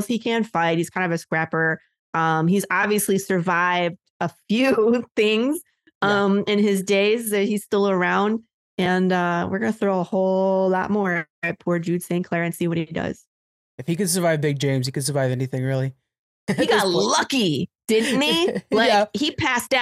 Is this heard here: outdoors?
no